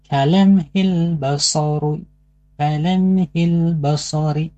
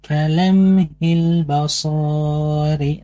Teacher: nggak boleh dipanjangkan ya, karena di sana tidak ada huruf mad, yaitu untuk memanjangkan huruf sad · Shown in: first take